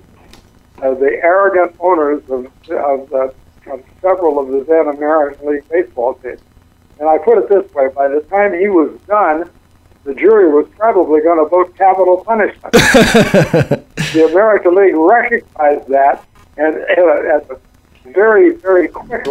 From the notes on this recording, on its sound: Calls.